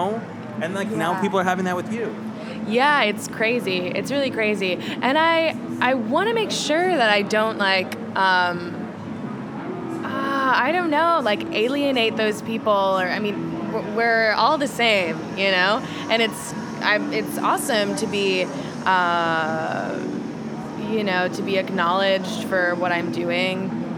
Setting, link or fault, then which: setting, busy venue